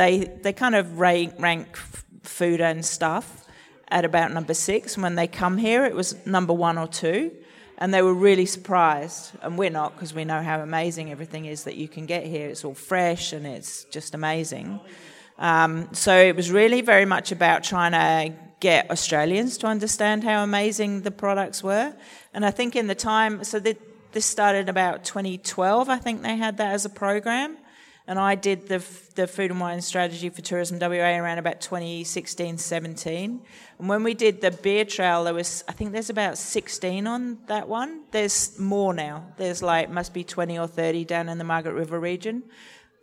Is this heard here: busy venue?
yes